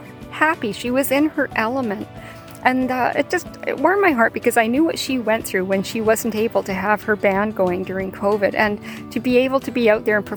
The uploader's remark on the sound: What started out as a quick late afternoon walk turned into a thought-provoking podcast recorded outside with nature. Please be forgiving of the occasional "hiss" that was coming from the cell phone recording, in addition to the sound of the plane overhead. It was an "on the spot" recording, direct from the heart.